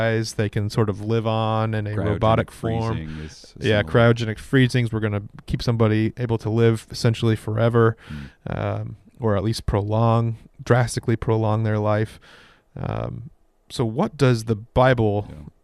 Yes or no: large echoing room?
no